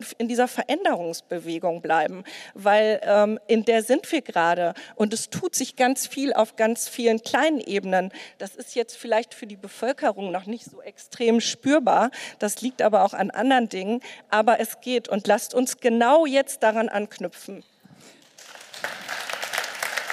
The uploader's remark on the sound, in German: Panel-Diskussion beim KLIMA.FORUM.